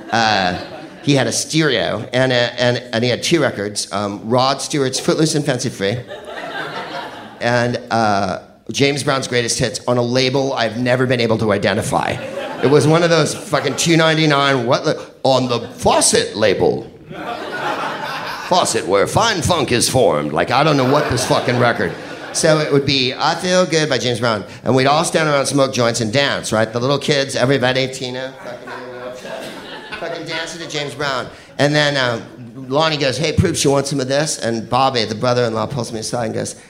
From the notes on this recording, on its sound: Live from San Francisco. At our Feb 2013 Sketchfest show.